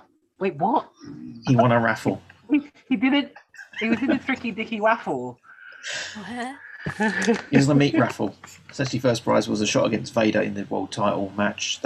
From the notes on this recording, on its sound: There are audio problems during the recording, I done screwed up I know.